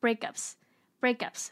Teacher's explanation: 它的 k 跟 ups 会连在一起，变成 breakups